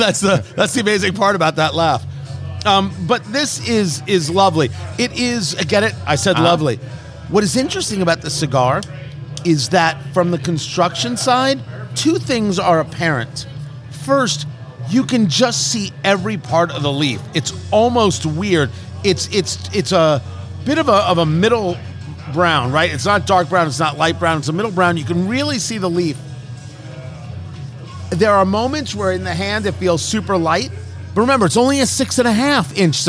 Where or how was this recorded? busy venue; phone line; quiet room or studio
busy venue